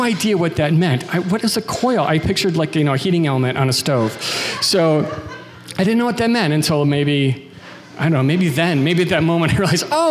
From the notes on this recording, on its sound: from a Raconteur event recorded at The Preservery on September 14th